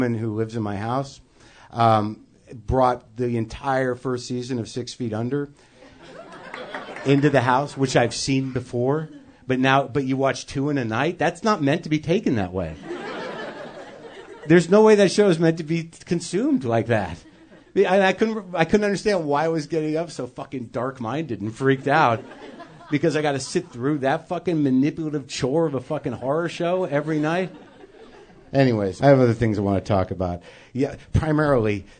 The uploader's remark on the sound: Another month, another live show from the UCB Theatre in Los Angeles.